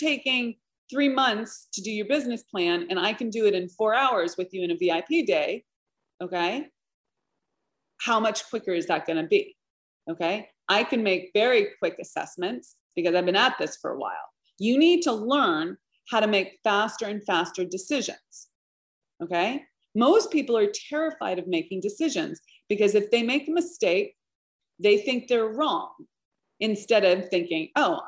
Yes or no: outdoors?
no